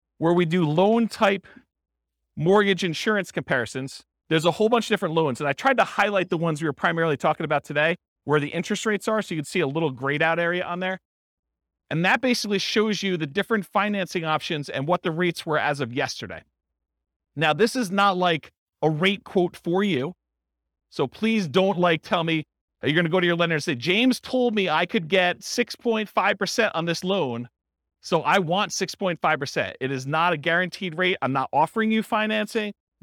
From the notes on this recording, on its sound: This was a live class recorded.